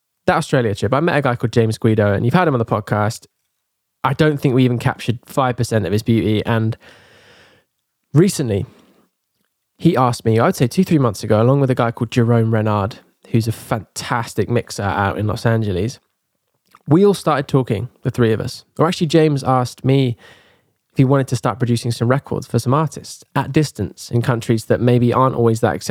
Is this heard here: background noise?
no